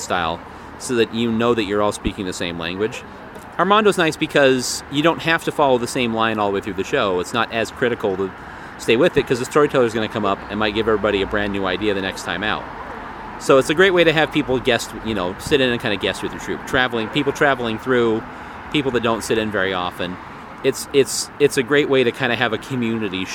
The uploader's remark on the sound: Met me at Urban Beans to talk.